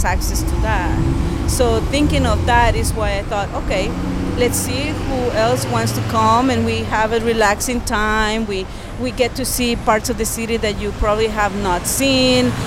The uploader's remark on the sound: Conversation recorded in the streets of Downtown Holyoke.